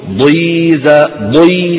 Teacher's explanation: ولو كانت مكسورة ضخمة، الضاد ضخمة تملأ الفم